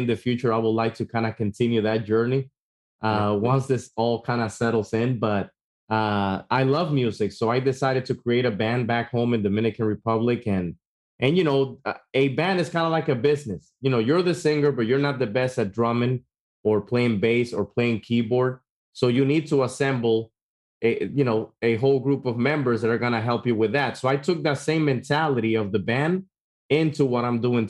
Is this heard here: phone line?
no